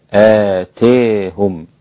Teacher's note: وكلمة آتاهم ممالة ومقللة ومفتوحة. ممالة عند الإمام حمزة والكسائي وخلف، فإنها تكون بالإمالة هكذا آتاهم.